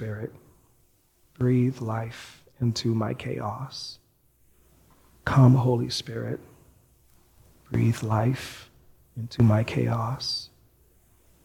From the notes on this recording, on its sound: Recorded live at New Providence Community Church.